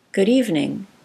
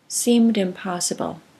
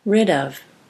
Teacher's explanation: phrases that link a stop sound into a vowel